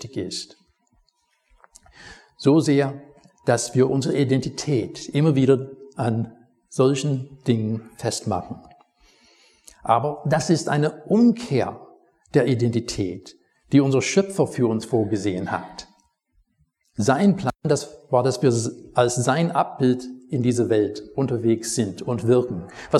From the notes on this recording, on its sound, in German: Predigt aus dem Gottesdienst